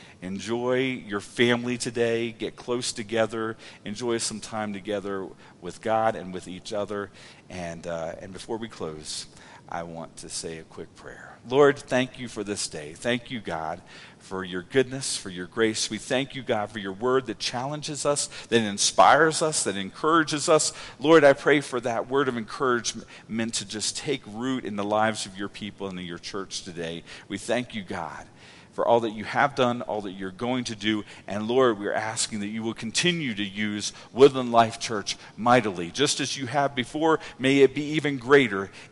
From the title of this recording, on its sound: Woodland Life Church Live